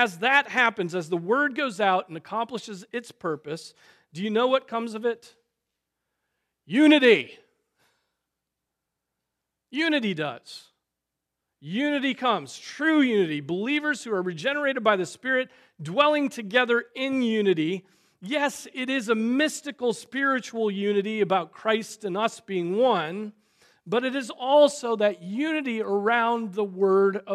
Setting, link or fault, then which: setting, large echoing room